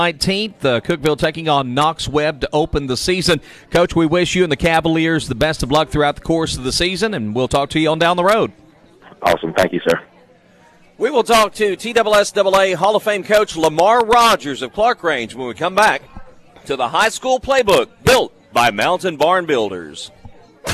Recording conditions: busy venue